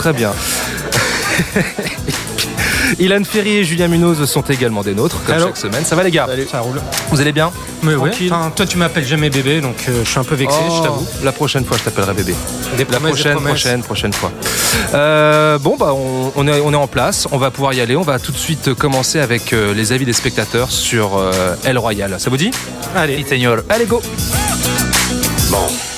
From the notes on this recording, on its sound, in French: Enregistré au Hurling pub (8 Rue Descartes, 75005 Paris), le samedi 10 novembre 2018.